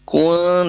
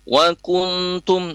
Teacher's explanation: Pada saat kun, pada saat melafazkan huruf kafnya dhamma dan kemudian nun, bunyi nun sukun ketemu ta-nya itu gunnahnya tipis. Kun, dan pada saat melafazkan tumnya itu sudah kembali lagi posisinya seperti semua untuk siap-siap melafazkan huruf ta. · Term: gunnatul ikhfa